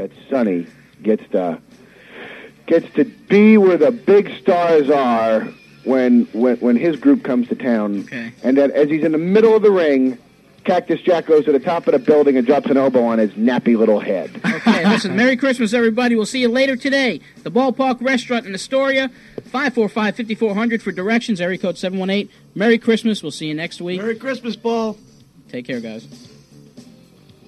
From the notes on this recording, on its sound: A live remote from 1989 at the West End Cafe in Hicksville, NY